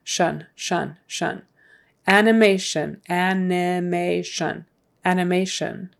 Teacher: the T-I-O-N is pronounced with an S-H and then like a U, short U-N.